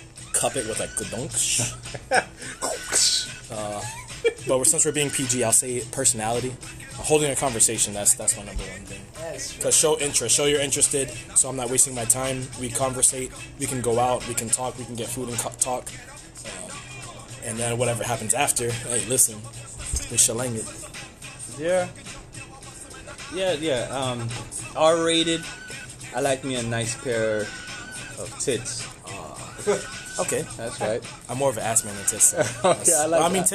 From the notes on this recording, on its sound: Were out here chilling and having a BBQ while recording some random moments down here in Orlando florida.